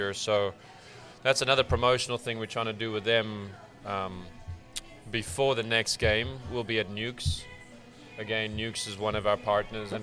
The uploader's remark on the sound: Live from Ivy Park Sports and Grill